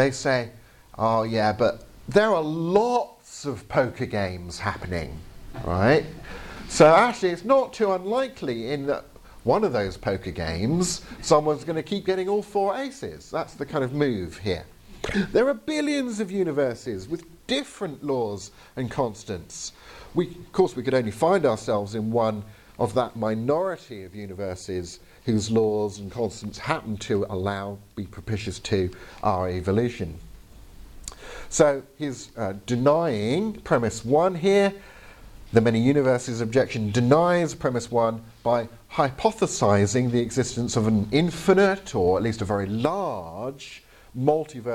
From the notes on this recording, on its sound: Presentation from the 2022 Veritas Conference ( ), held at The Bible School in Grimstad (BIG - ), Norway.